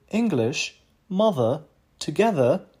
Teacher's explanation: Тон в ударных слогах этих слов повышается. Например, если я скажу English, mother, together, ударные слоги звучат выше и отчетливо. Имеется в виду выше тоном и отчетливо.